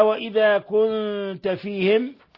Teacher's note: نون ساكنة جاء بعدها التاء، الحكم التجويدي إخفاء حقيقي